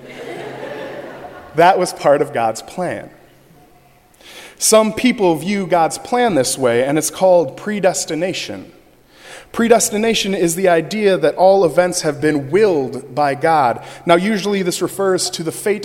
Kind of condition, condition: setting, large echoing room